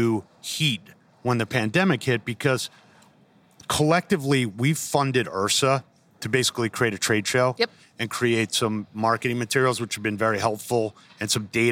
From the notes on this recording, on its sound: a HALO Talks live during the IHRSA 2021 convention in Dallas